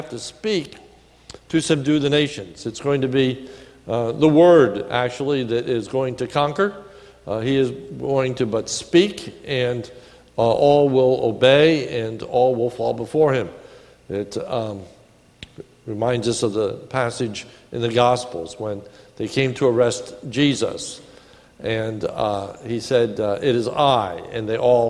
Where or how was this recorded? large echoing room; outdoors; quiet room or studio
large echoing room